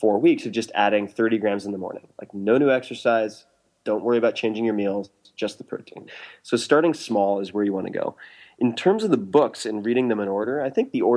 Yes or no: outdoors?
no